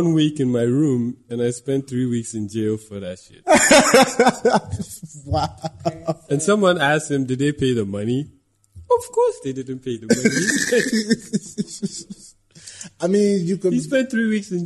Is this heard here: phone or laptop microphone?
no